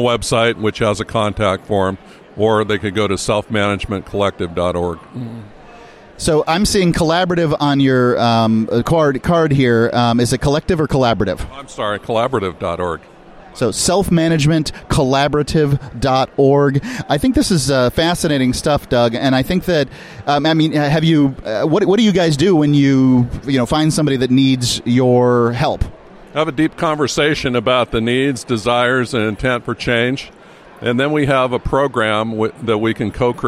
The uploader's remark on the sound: Freedom Fest Interviews Part Two.